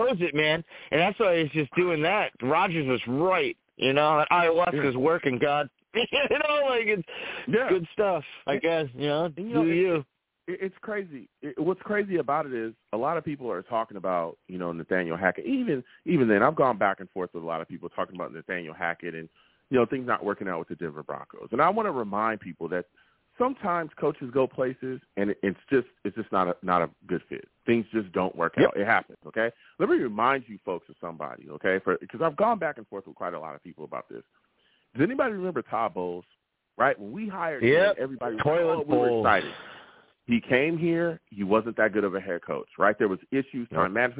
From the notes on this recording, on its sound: I take live callers!